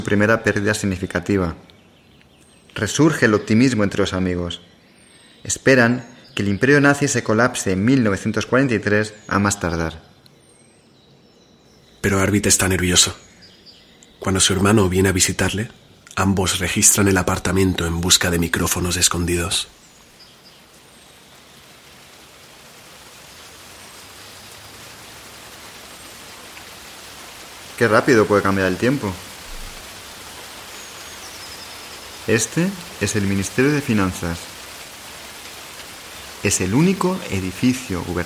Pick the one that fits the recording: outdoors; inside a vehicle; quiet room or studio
outdoors